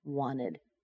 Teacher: And notice how I've removed the T, that's not a connecting sound, but the T in wanted is missing because there's an NT and a schwa